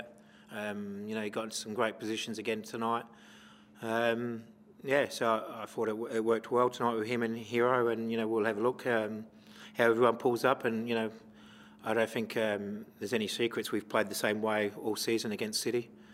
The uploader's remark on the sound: Post-Match Press Conference